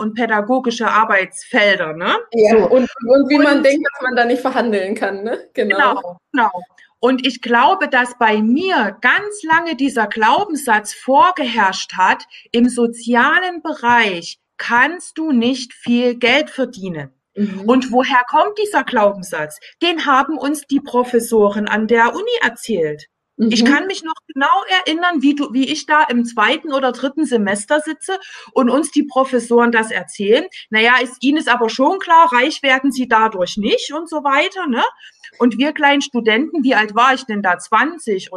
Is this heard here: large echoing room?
no